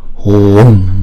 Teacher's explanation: chữ U là chúng ta đọc hai nhịp